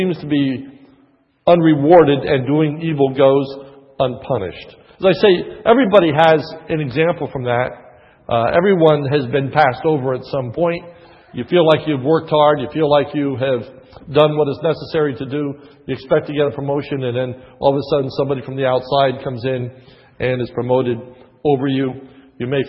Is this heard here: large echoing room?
yes